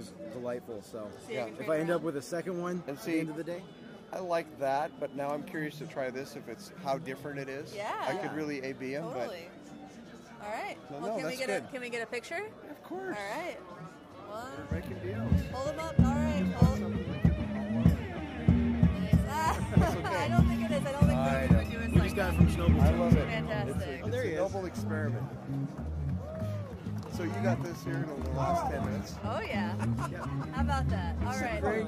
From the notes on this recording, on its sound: LIVE at the Tacoma Guitar Festival